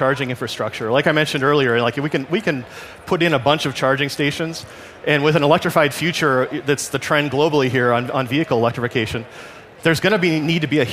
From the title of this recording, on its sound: LIVE FROM CES 2024